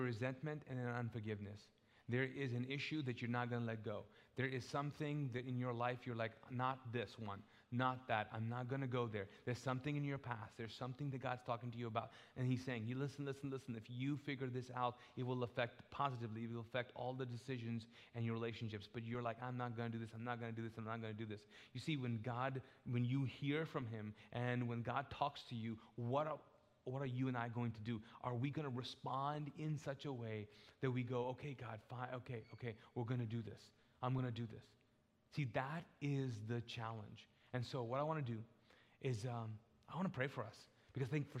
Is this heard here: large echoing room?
yes